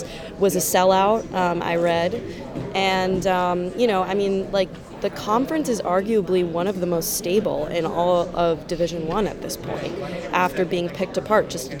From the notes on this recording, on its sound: on-site at the Big East Tournament